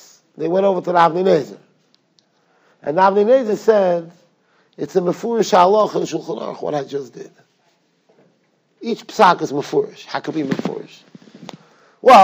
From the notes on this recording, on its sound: Shiur recorded in Yeshivas Ohr Reuven, Monsey, NY.